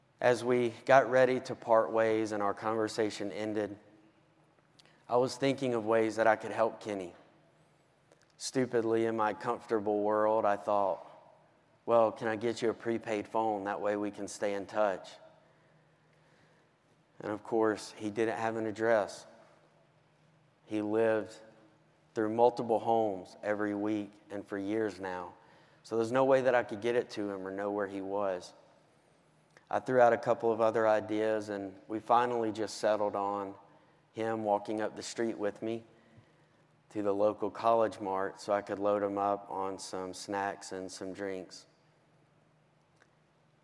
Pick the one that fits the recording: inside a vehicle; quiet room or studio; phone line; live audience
live audience